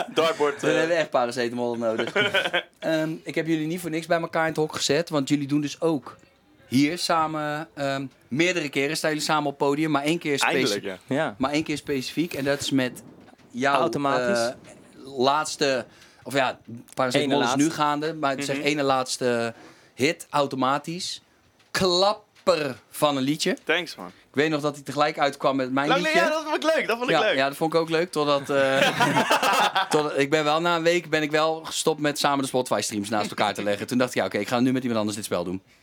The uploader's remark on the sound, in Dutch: Feest in de kleinste kroeg backstage bij De Vrienden van Amstel LIVE